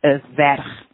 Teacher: The M at the start of merch turns into an F, which is pronounced as a V · Term: soft mutation